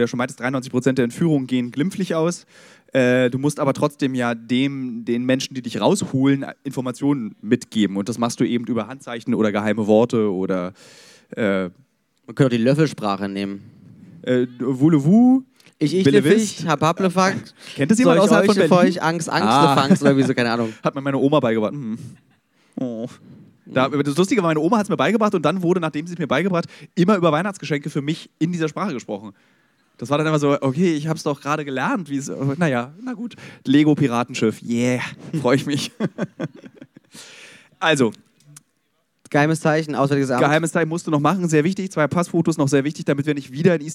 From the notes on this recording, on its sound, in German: live vom Podcast Festival in Berlin